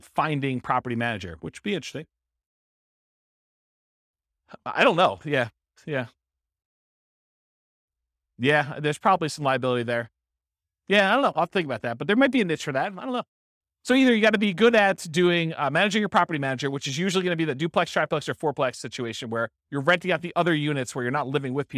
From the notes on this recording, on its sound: This was a live class recorded